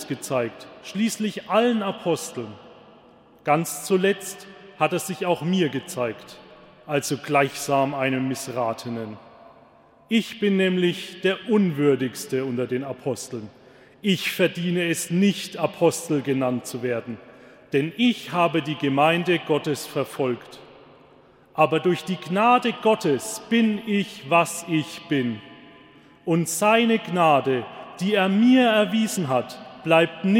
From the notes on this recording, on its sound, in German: Live-Gottesdienstübertragung aus der Stadtkirche in Kitzingen